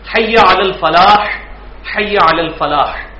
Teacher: اس میں دوسرے والی حے ہے جو حلق سے نکلتی ہے